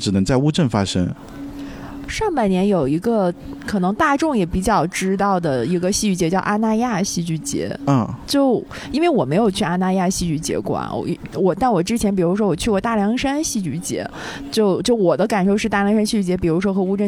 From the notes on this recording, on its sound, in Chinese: 本期节目为室外录制，开头略有背景杂音。参加第十届乌镇戏剧节。人潮喧闹的声音、嘉年华的欢呼声都回来了。